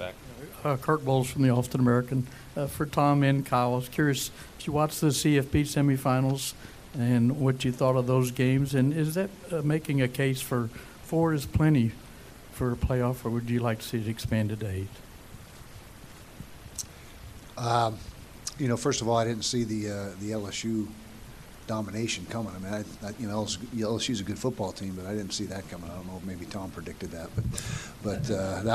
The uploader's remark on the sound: press conference ahead of the Valero Alamo Bowl Tuesday night